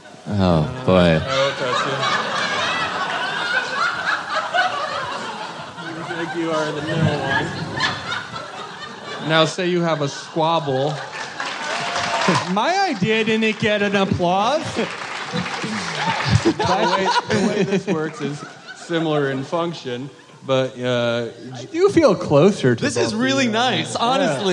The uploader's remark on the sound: Live at JFL